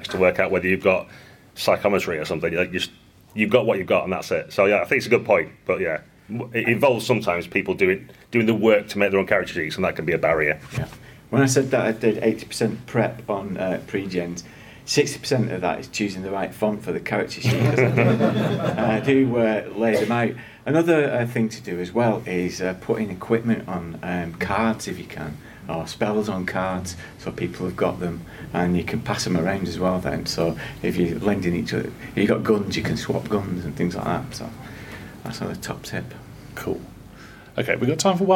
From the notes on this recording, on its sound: We’re back with another live recording, this time coming to you from UK Games Expo in Birmingham.